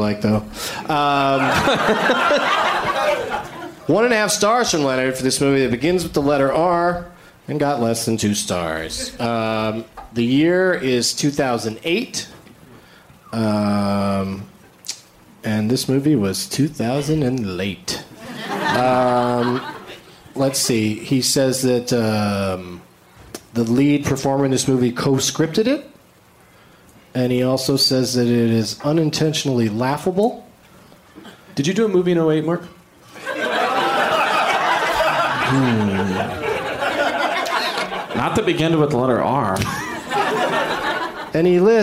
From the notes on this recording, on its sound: Live from Madison's Comedy Club on State